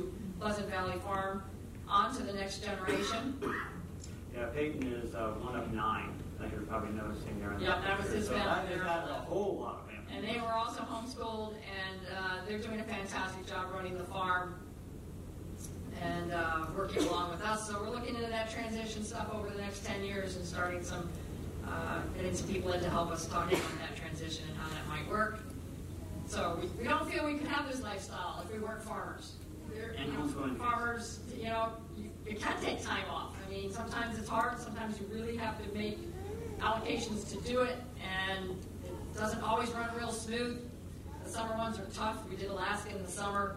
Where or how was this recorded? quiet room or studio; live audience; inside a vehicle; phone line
live audience